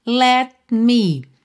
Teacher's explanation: Você não está ouvindo o T do let, porque já está fechando para o M de me